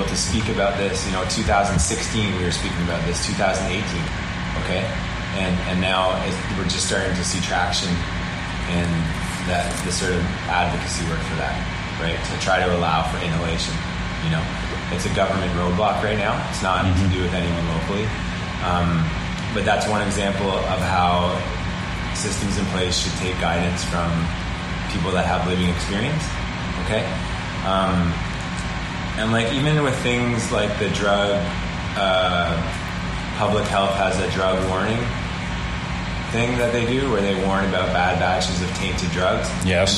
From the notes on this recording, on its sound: Gave me an in-person interview at the Commerce Building at 1291/2 Hunter St., the closest I have been in any literal sense to the Corner of Hunter and George yet for any interview. Apologies beforehand, but you can unfortunately hear our neverending battle with one truck outside the windows, plus the usual downtown noises.